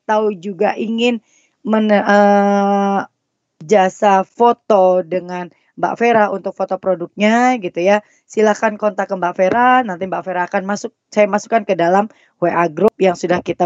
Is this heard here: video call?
yes